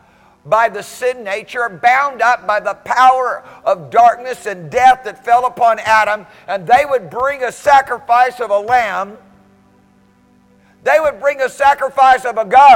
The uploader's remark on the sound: Recorded Sunday, January 22nd, 2017 AM Service